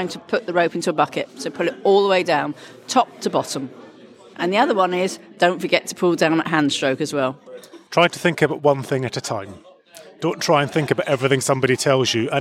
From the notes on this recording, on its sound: catches up with both learners in Winchester and teachers at the Association of Ringing Teacher’s conference